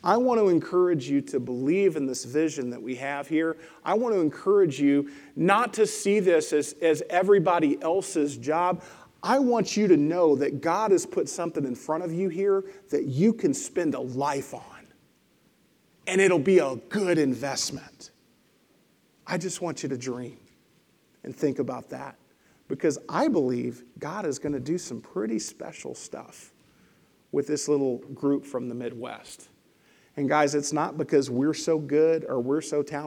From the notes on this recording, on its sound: Lesson presented at The Crossings Church Collinsville in Collinsville, IL – a non-denominational church that meets Sunday mornings at 2002 Mall Street, Collinsville, IL.